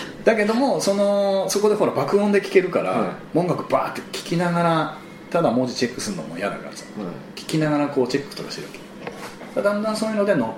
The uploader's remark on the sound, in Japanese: 今回も某カラオケ店にて収録